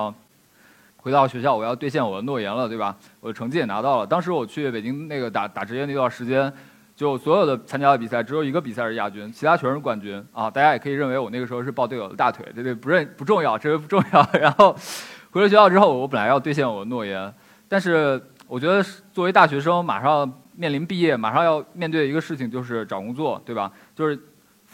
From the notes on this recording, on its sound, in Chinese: 一席现场